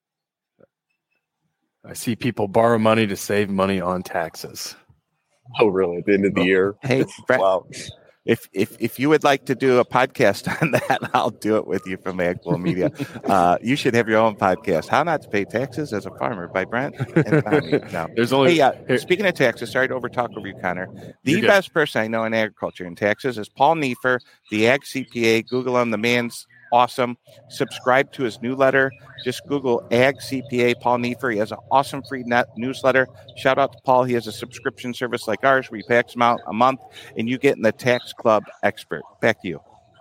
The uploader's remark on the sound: Live from Commodity Classic